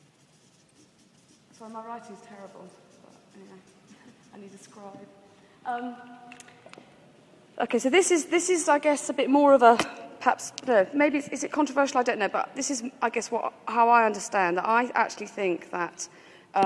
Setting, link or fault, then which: setting, large echoing room